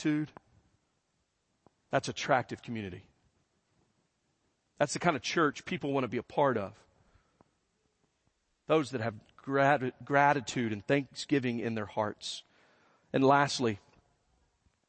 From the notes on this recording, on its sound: First Baptist Church Belton Texas Sunday Morning Sermon